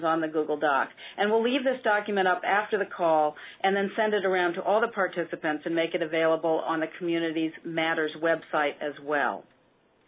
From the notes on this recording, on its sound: An hour-long conference call.